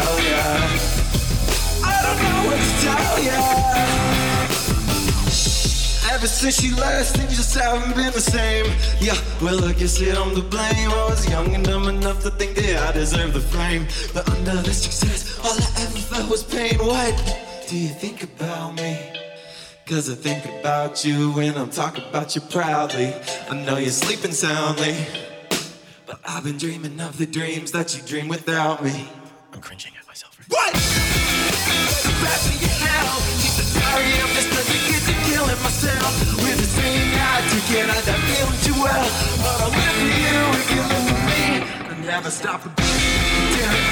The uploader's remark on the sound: this performance live at New Hands Music Festival